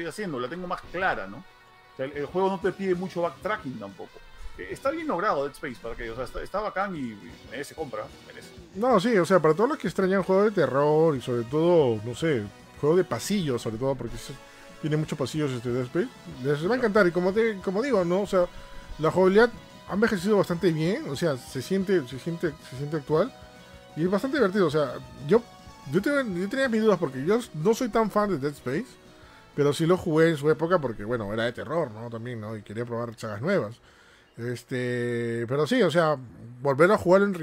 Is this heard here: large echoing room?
no